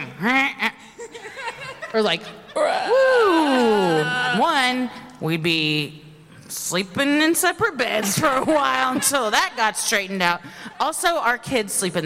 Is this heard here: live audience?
yes